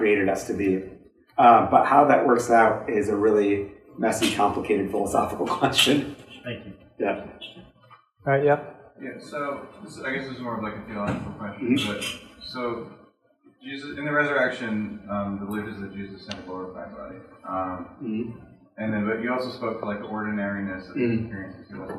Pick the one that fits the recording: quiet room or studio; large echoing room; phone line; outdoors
large echoing room